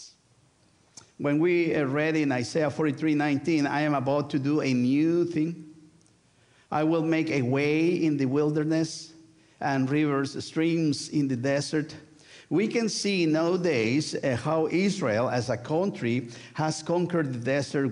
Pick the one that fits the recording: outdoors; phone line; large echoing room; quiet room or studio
large echoing room